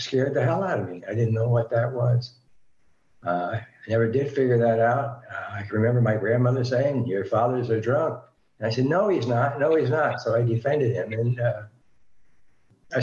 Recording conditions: video call